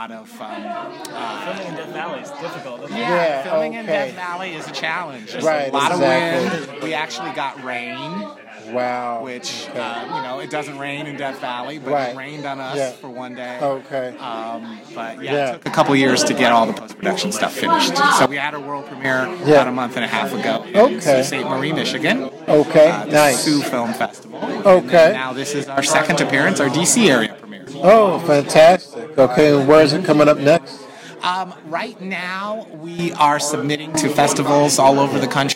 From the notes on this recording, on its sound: LIVE from the Clifton Film Celebration. LIVE from the First Annual Clifton Film Celebration - an independent film festival in historic Clifton, Virginia.